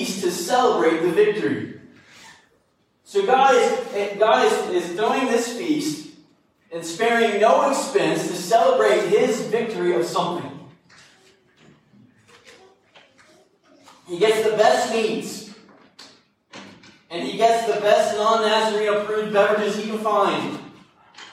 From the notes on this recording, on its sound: This sermon was recorded live at Greensburg Church of the Nazarene in Greensburg, KY.